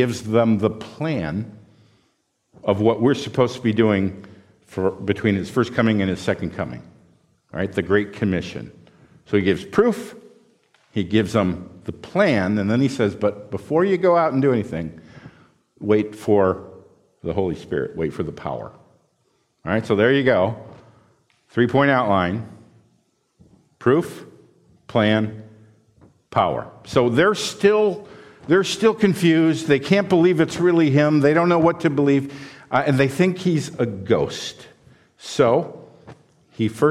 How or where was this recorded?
large echoing room